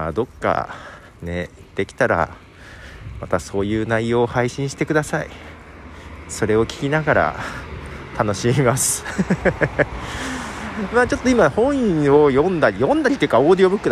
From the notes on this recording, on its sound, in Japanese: 歩きながらの収録。ひさびさに歩きながら、まったりと収録。